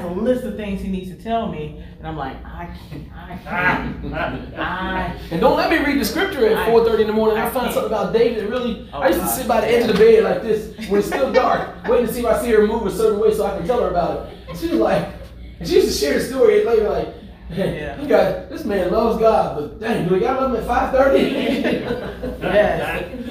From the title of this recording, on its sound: LIVE from REACHgathering 2021